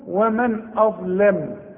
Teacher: الظاه يا سيدي هي المفخمة، هتقول رجع لي شفايفك أولا على هيئة ابتسامة علشان الهمزة دي، هتقول وبعدين ضم لي شفايفك على هيئة قبلة علشان الظاه